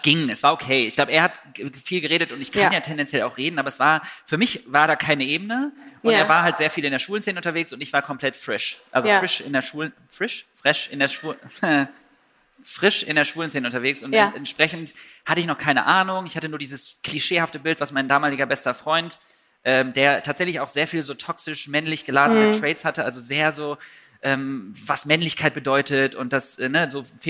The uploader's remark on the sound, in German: Der Ton in dieser Folge klingt anders.